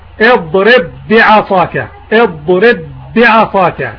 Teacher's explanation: فيدغم الحرف الأول في الثاني ليصبحا حرفا واحدا مشددا كالثاني، اضرب بعصاك، اضرب بعصاك، الباء مع الباء، إدغام متماثلين كامل.